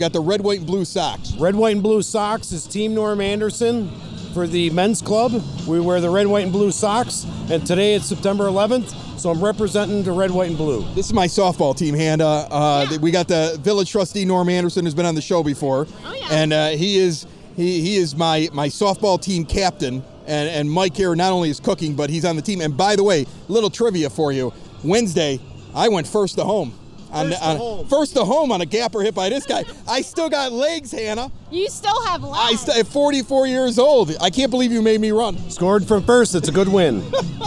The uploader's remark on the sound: This past weekend the Most Holy Redeemer grounds along 95th street were packed for a huge outdoor party. Recorded at the MHR Men's Club BBQ Bash. We chat with rib cooking teams, neighbors, friends and some noteworthy public figures.